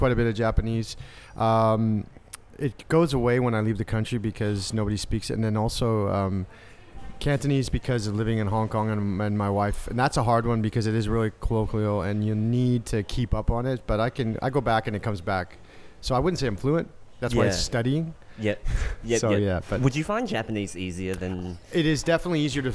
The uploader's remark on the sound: Emergence Festival, Margaret River. I had the honour of heading to Emergence Creative Festival in Margaret River to have some quick and casual chats with some of the speakers. Here is a segment recorded in the beautiful Vasse Felix winery.